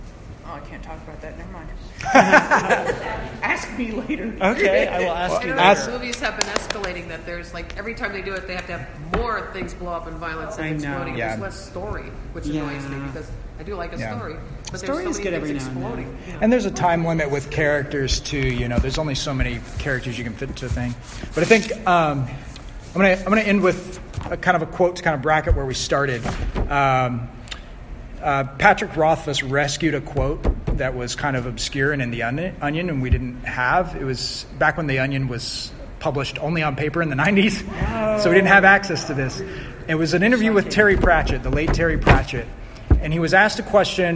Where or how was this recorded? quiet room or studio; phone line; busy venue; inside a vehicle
busy venue